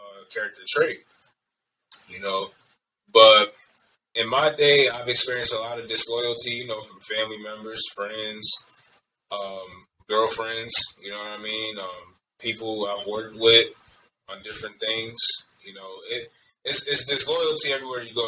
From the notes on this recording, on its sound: Pardon the audio quality